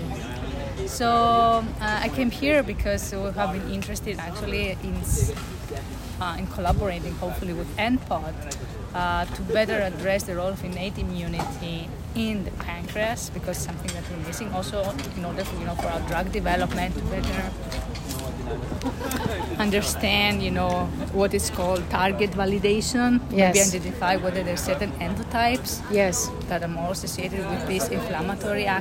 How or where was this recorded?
busy venue